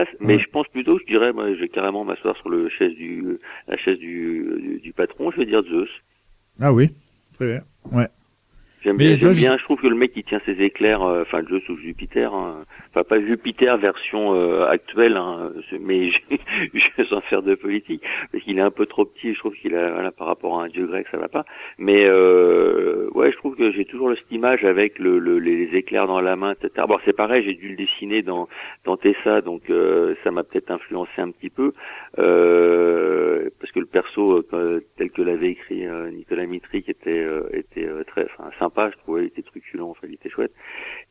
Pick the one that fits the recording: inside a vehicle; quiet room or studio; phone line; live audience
phone line